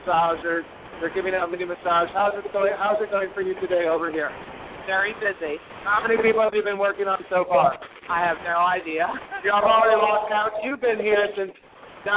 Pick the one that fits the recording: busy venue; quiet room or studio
busy venue